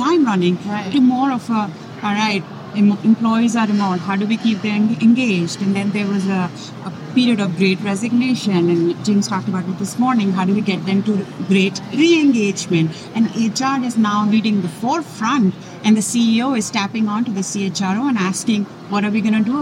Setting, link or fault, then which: setting, busy venue